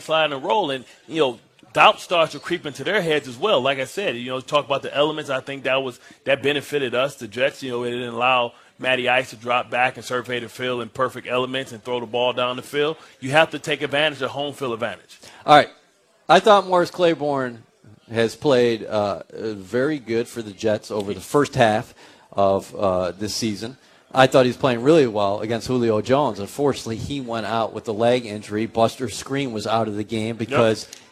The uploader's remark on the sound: On the set at Vanderbilt's Sports & Spirits inside the Wyndham Hamilton Park.